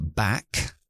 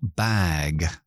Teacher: Uno es sordo, otro es sonoro, pero cuando digo mochila o bolso es bag a largo. Los nativos distinguimos las palabras por la longitud de esas dos vocales ahí.